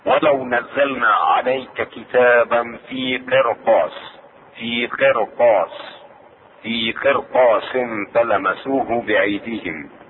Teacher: في قرطاس الشاهد هو لا جاء بعدها حرف استعلاء وهذا الحرف هو الطاء قرطاس. هنا تفخم الراء لأن جاءت ساكنة بعد كسر أصلي متصل بها